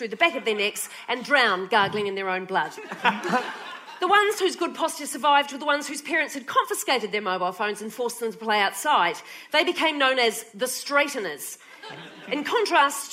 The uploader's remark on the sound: when she performed on A Rational Fear in 2019 at the Adelaide Cabaret Festival